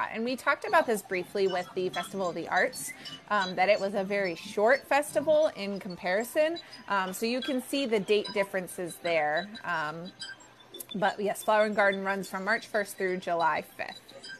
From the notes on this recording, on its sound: Epcot's Flower & Garden Festival. We go LIVE on location at Epcot for this visually stunning festival.